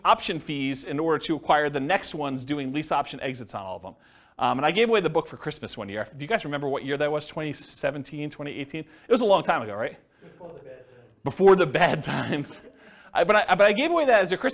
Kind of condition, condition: setting, live audience